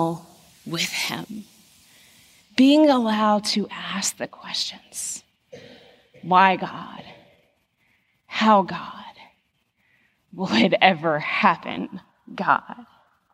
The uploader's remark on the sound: The message recorded live at Covenant.